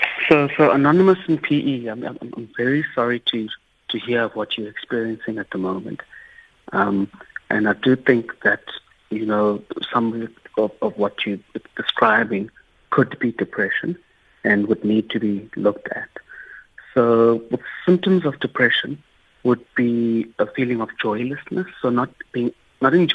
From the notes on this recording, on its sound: we are joined on the line